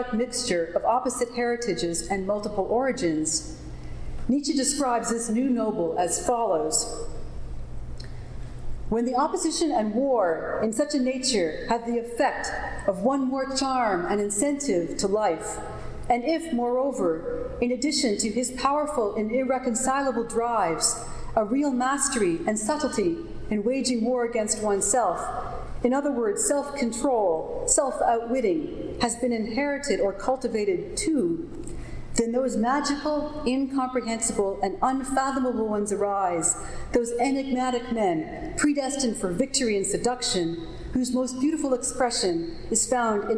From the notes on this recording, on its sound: Recording of a lecture delivered on August 1, 2012. As part of the Graduate Institute Summer Lecture Series.